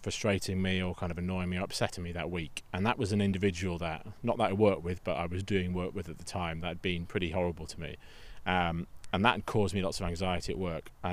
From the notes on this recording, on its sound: on a mindfulness walk, outside in the Welsh countryside